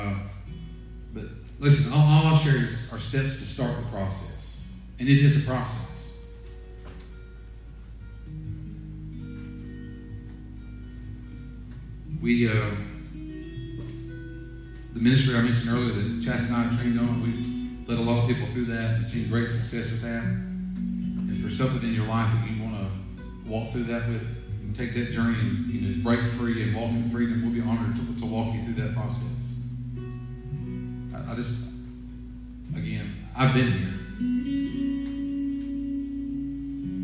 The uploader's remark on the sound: Sermon audio from 5/31/20 weekend worship service